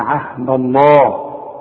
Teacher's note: ما دام مفتوح ما دام لفظ الجلالة يسبق حرف مفتوح عهد الدال دي ما دام مفتوحة نفخم لفظ الجلالة